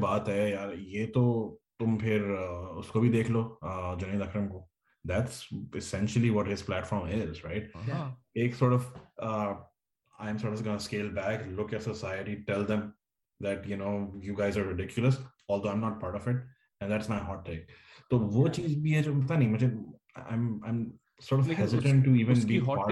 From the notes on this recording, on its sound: The original trio gets back together on ZOOM to talk about all things and everything!